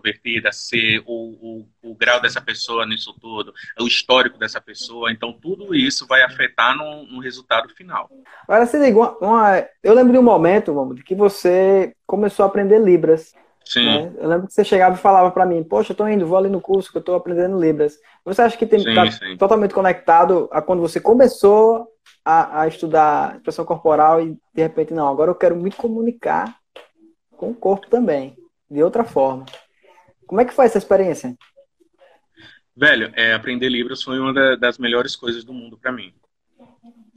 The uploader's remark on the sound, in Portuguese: Este episódio surgiu de uma Live no instagram